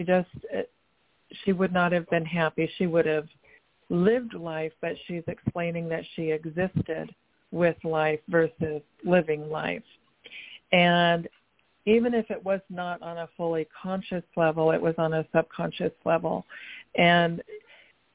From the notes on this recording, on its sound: TONIGHT IS A CALL IN SHOW IN THE SECOND HALF. May even take some listener calls.